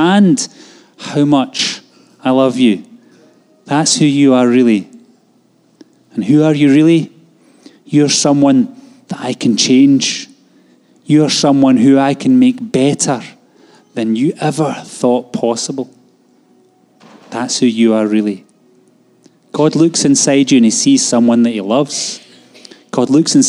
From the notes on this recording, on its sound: Live from our Sunday gathering on 30/10/22